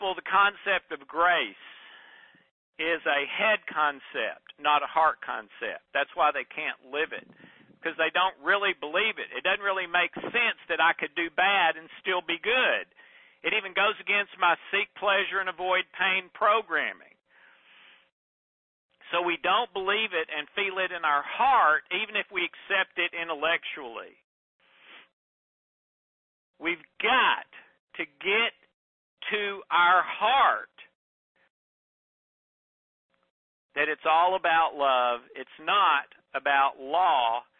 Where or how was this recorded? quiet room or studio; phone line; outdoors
phone line